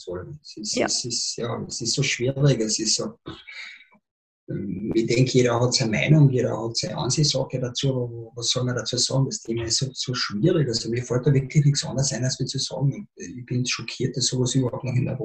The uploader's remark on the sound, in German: Im Zoom-Interview